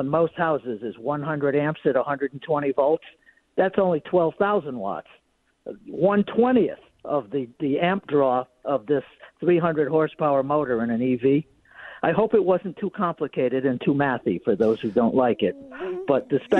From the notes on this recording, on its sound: phone calls